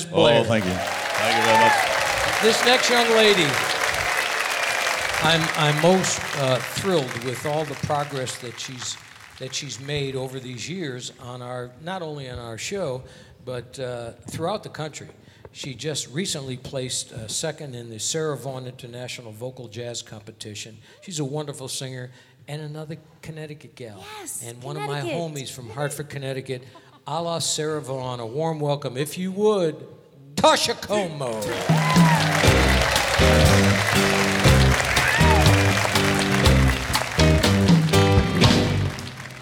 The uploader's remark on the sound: Live at the SouthPoint Casino